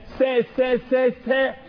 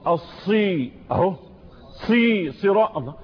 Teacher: إذن السين مرقق والصاد مفخمة · Term: التفخيم